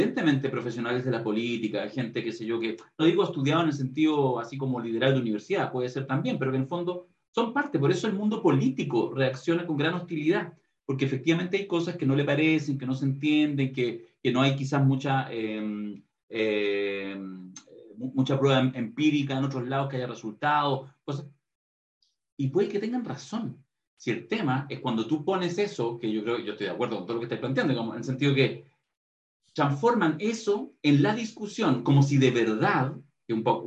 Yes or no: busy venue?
no